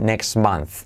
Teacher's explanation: La t de next no se dice